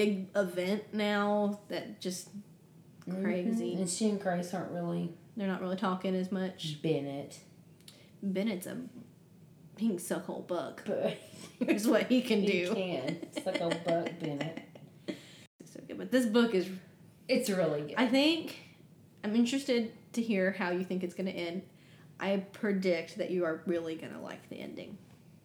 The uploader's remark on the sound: We recorded together in my home office for the episode, so forgive the reverb!